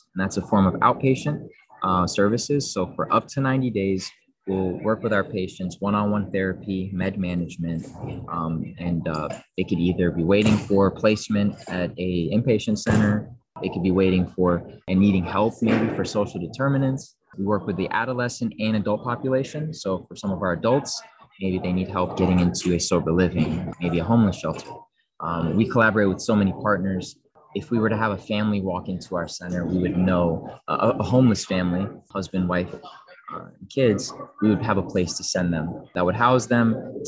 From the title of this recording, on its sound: live from thINc360 in Baltimore